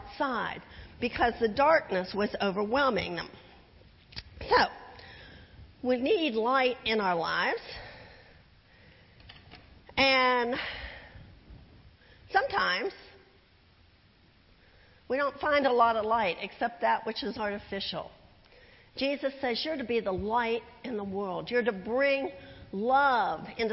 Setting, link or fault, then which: setting, large echoing room